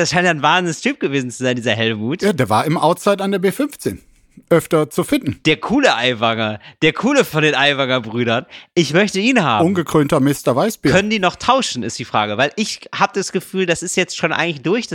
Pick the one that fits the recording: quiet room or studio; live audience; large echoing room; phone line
quiet room or studio